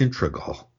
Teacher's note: the R gets pushed back into the previous syllable